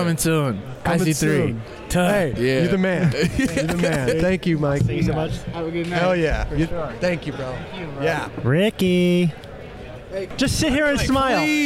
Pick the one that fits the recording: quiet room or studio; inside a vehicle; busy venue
busy venue